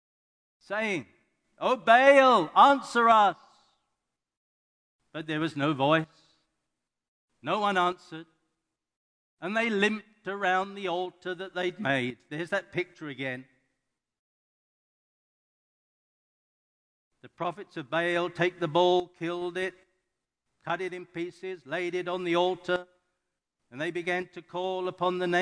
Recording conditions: large echoing room